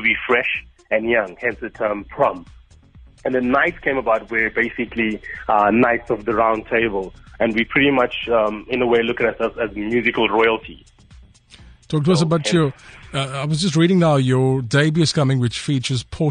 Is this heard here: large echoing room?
no